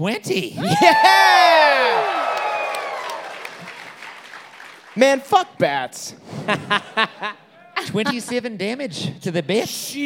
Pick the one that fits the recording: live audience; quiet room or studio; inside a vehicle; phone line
live audience